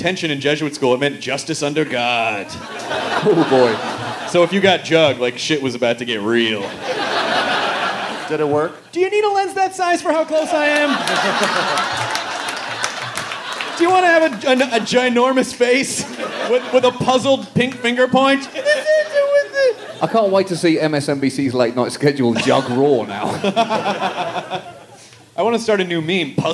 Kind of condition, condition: setting, live audience